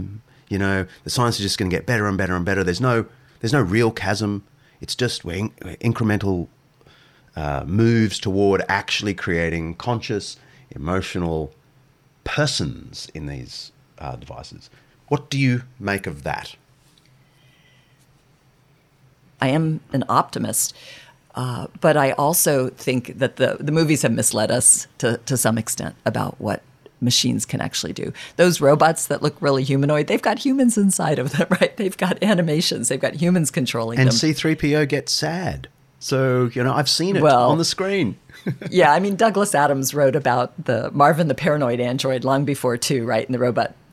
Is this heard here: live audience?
no